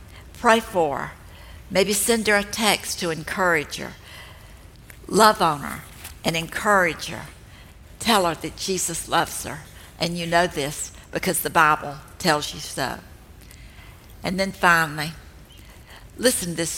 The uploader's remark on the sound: This talk was recorded live at the Grove in Atlanta, GA.